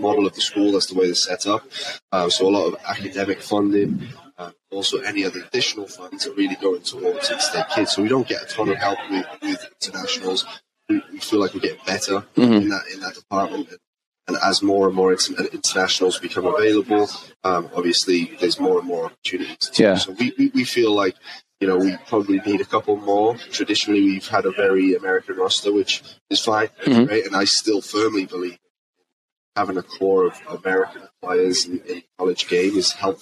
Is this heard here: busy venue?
yes